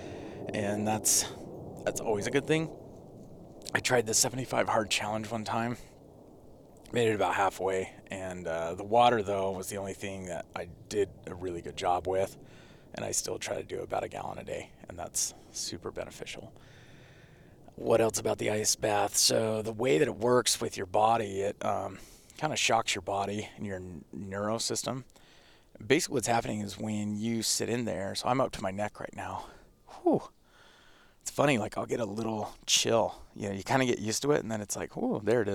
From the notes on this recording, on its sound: In this episode I record it while sitting in my ice bath in my backyard.